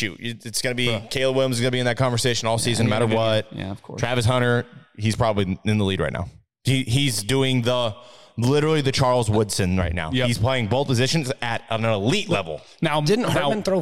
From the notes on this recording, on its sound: This episode was recorded in a live setting so the audio isn't up to the typical standards of NBNR